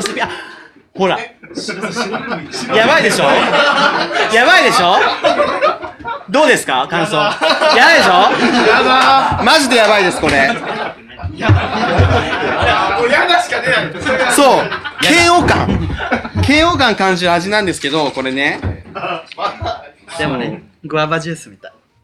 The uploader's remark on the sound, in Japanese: 公開収録。